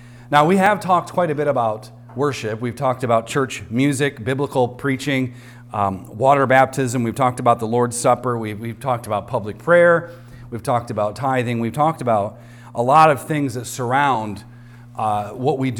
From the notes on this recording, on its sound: recorded on Sunday, October 8th, 2023, at the weekly worship gathering of Cross & Crown Church.